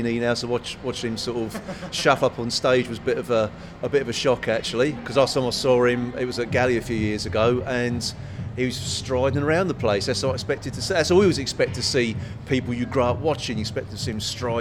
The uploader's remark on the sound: Record outside the BFI on the South Bank of the Thames. Live from the British Film Institute. Record outside the BFI on the South Bank of the Thames.